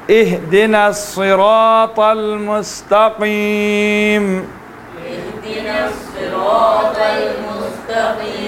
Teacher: صراط را کو بھی موٹا پڑھنا ہے را کے ساتھ جو الف ہے اس کو بھی موٹا پڑھنا ہے